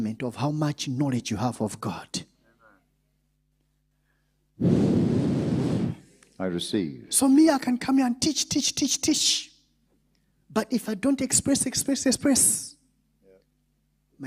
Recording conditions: large echoing room